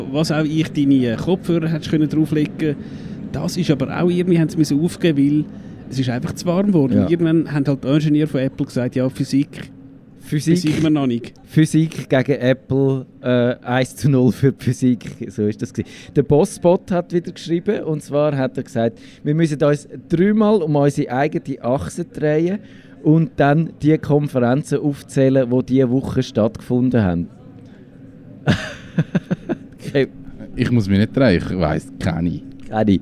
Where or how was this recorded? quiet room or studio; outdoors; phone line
outdoors